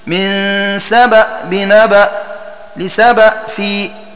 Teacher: وقرأ قنبل بتسكين الهمزة